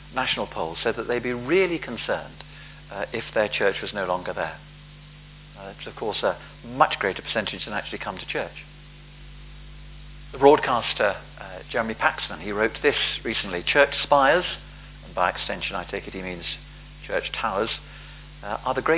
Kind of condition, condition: setting, large echoing room